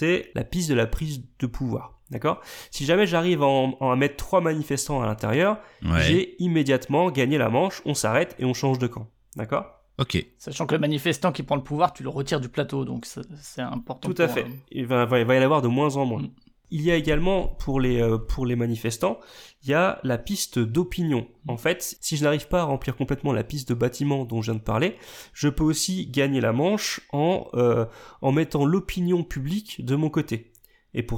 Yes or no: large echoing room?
no